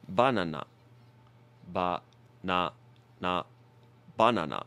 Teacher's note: I think the hard thing for a lot of English speakers is not changing the vowel, because when we pronounce it in English, we say buh, and then na-na. So we actually change the vowel twice, but in Japanese, it's always ah.